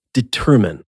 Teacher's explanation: With determine, however, the emphasis falls on the second syllable · Term: Second syllable stress